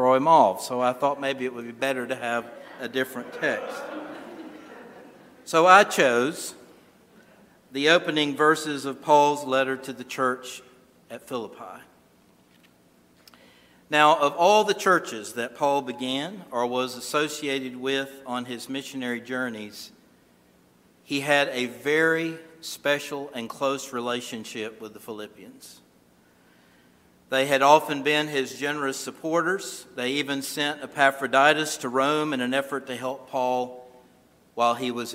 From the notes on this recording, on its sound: This sermon was originally recorded at Calvary Moravian Church in Winston-Salem, NC